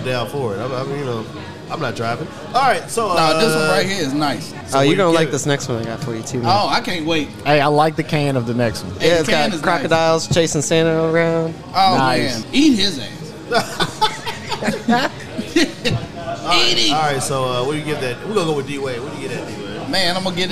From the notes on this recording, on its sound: We are live at Liquid Smoke in Murfreesboro, TN.